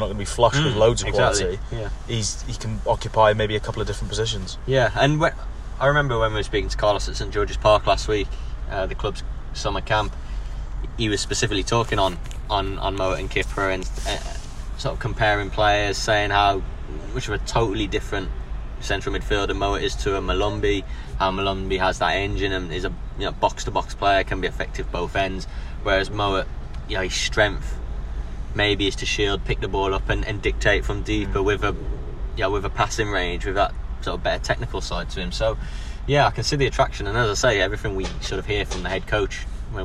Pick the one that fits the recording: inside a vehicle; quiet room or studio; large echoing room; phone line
inside a vehicle